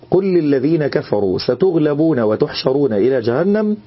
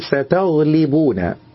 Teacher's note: هو فتح التاء وكسر اللام · Term: لحن جلي